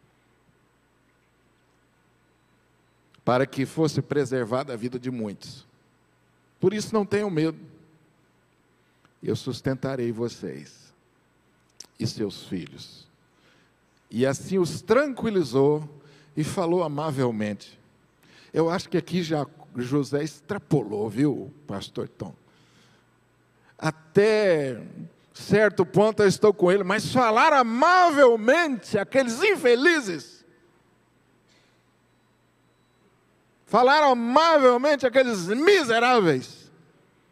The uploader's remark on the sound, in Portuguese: Culto AO VIVO Igreja Presbiteriana da Penha